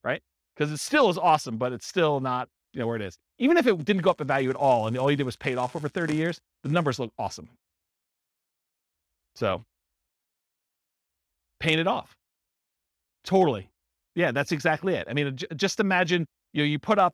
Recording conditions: live audience